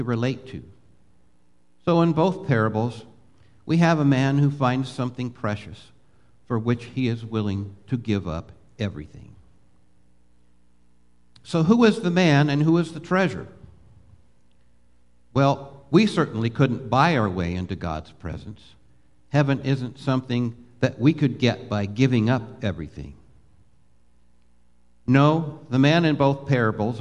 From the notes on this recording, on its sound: Live Worship Service